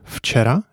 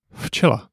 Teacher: V becomes F in words such as včera